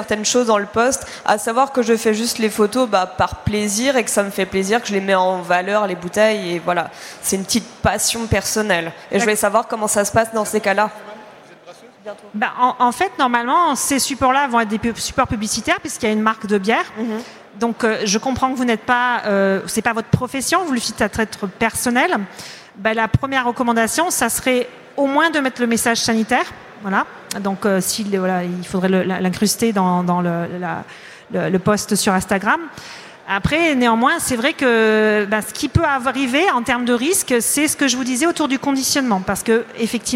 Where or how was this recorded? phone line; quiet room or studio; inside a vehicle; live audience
live audience